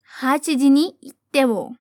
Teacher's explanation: Toma cuidado aqui com o itemo por causa da sua consoante duplicada